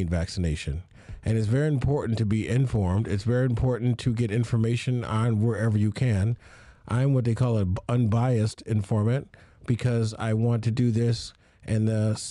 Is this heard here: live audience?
no